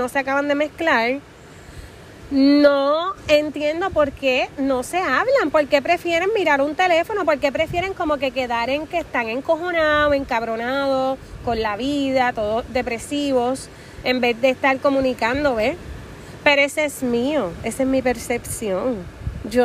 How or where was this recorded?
outdoors